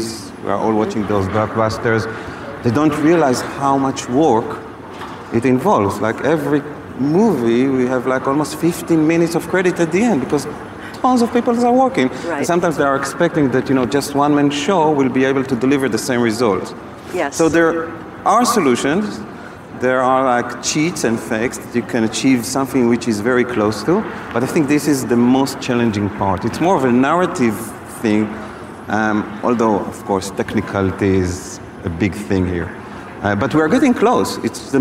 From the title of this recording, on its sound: 2019 #NABShow Live